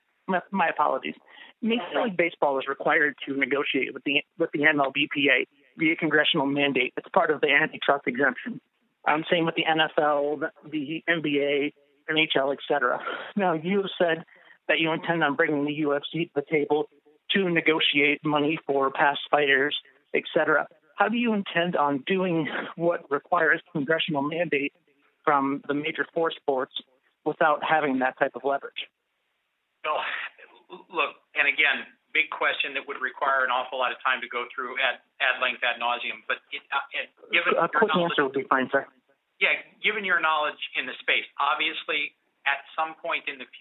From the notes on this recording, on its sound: The full audio of the conference call unveiling the Mixed Martial Arts Athletes Association.